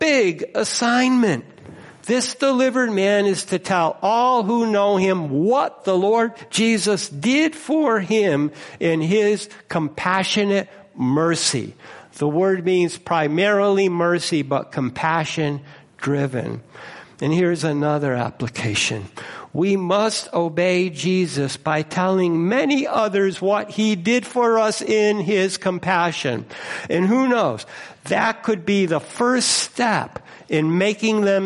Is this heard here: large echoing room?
yes